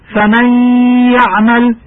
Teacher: إذا أردنا قراءة فمن يعمل فإننا نبدل النون الساكنة ياء ساكنة ثم ندغمها في ياء يعمل وننطقها حرفا واحدا مشددا من جنس الثاني فتقرأ فمن يعمل. · Term: الإدغام